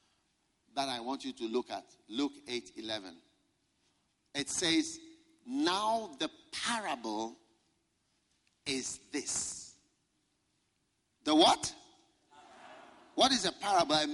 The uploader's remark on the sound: Preached at a Healing Jesus Pastors' conference in Palapye, Botswana